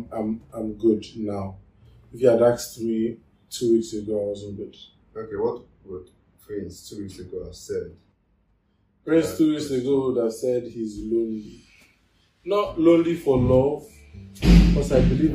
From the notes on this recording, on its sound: Yeah I know the audio is weird